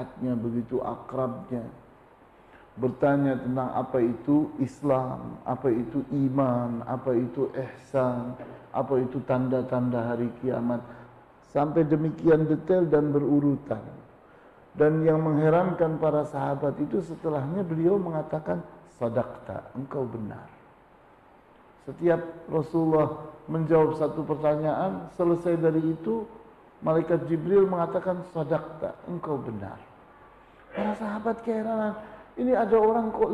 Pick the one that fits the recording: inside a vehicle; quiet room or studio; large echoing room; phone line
large echoing room